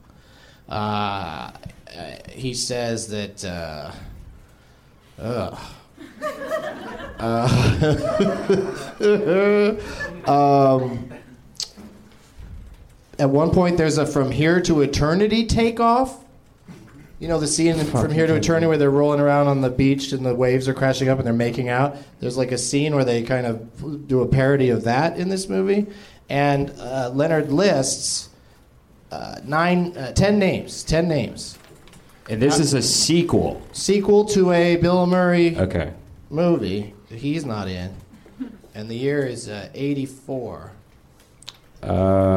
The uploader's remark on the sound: Live from The NerdMelt Showroom in LA